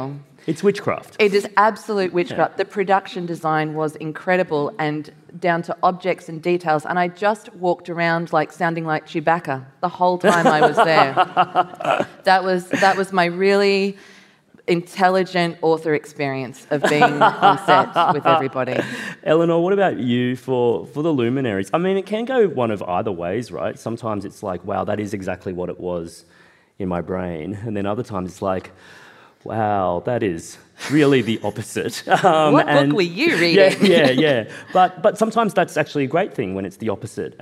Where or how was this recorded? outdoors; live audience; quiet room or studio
live audience